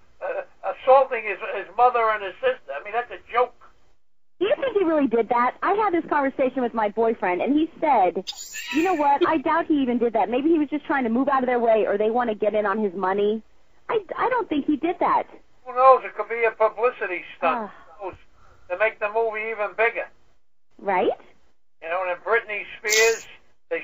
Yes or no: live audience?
no